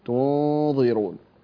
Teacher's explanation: الضاء حرف مفخم جاء بعد النون فتفخم الغنة